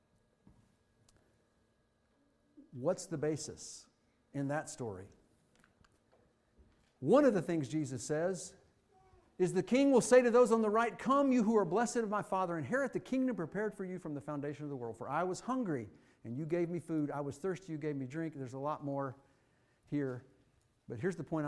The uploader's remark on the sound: Fuquay-Varina church of Christ sermon audio